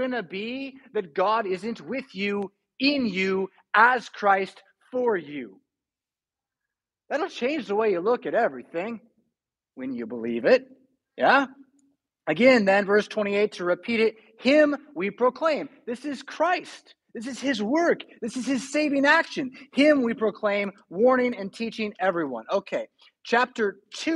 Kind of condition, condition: setting, large echoing room